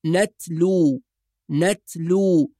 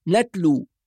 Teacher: ننتبه في كلمة نتلو إلى حرف التاء الساكن، والتاء الساكنة فيها صفة تسمى صفة الهمس، يعني يخرج جزء من الهواء خارج الفم · Shown in: first take · فنقول نتلو نتلو.